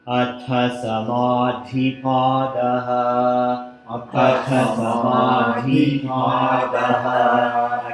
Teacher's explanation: put the tongue to your teeth. There's no retroflex in here, so everything's dental. And some of them are aspirate, and some of them are not aspirate.